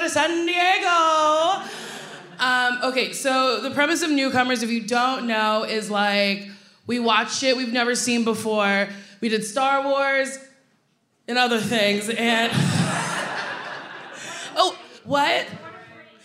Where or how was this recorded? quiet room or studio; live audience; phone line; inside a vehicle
live audience